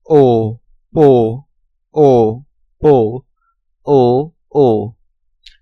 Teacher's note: Langer, gerundeter, halb geschlossener Hinterzungenvokal, wie o in rot.